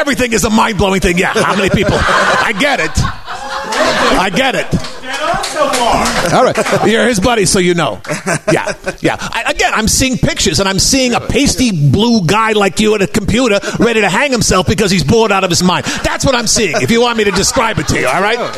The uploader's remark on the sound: NERDMELT LIVE. LIVE from the Nerdmelt Showcase Theater on Sunset Blvd in Hollywood.